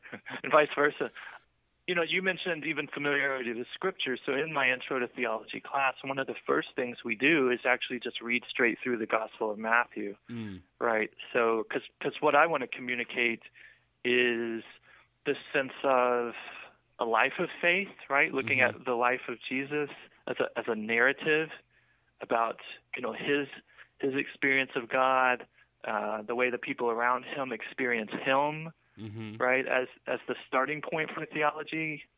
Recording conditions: phone line